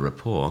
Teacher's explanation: not pronouncing the T at the end